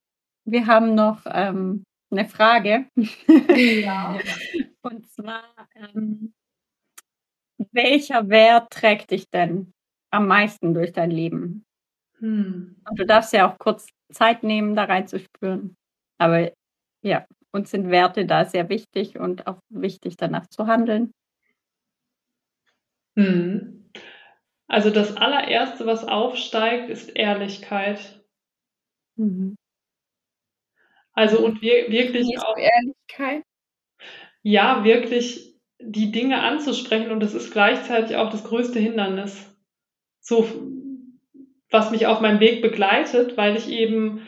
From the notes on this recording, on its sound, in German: Wir hatten leider ein paar technische Probleme bei diesem Interview.